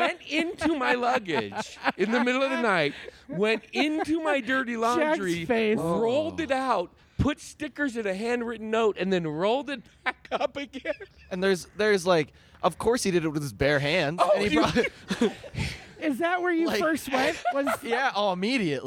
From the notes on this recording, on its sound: Recorded at the beautiful patio of Late for the Train Coffee in Flagstaff, AZ. Recorded as part of the First Annual Jest Another Comedy Festival that took over downtown Flagstaff. Produced by Jester Comedy & The Orpheum Flagstaff. Recorded at the beautiful patio of Late for the Train Coffee in Flagstaff, AZ.